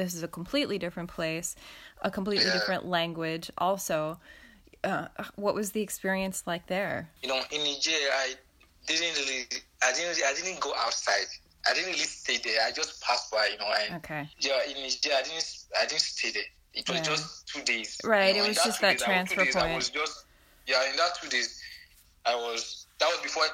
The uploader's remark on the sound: Via phone from Limatola, Italy.